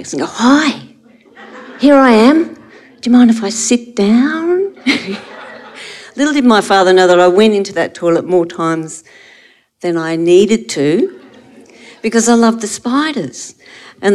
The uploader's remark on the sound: A collection of stories recorded live at SPUN Turning 50 at Brown's Mart 2022.